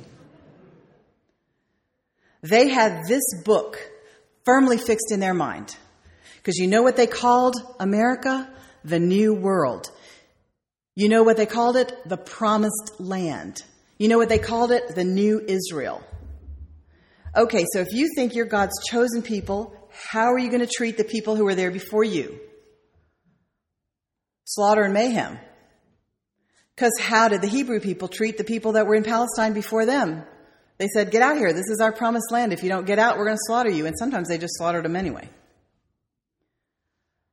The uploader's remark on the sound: sermon delivered on May 4th, 2008